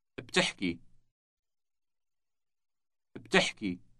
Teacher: The word has two consecutive consonants at the beginning, B and T.